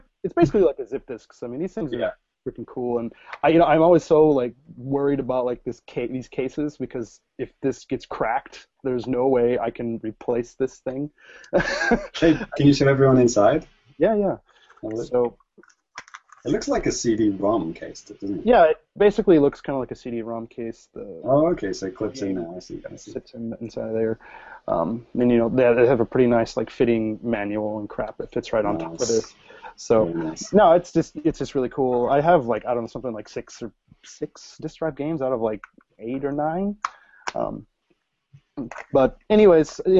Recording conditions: video call